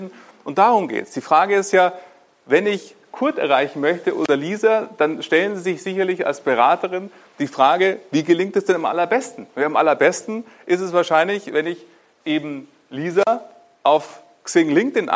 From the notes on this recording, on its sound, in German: Mit der freundlichen Genehmigung der Sparkasse Ingolstadt Eichstätt kann ich Dich heute mal zu einer Live-Veranstaltung mitnehmen. Vor Vorständen, Führungskräften und Mitarbeitenden habe ich zu diesem Thema einen Impulsvortrag gehalten.